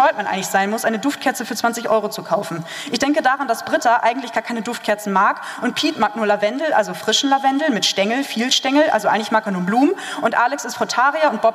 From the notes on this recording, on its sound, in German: Live Mitschnitt vom BEST OF POETRY SLAM DAY 23 in der Elbphilharmonie.